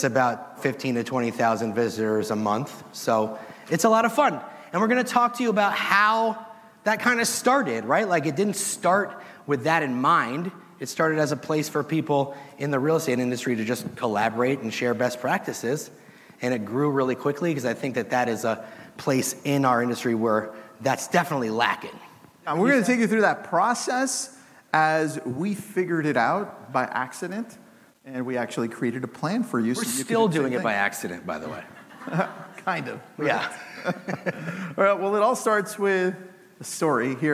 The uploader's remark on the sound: the audience at the HyperFast Sales Summit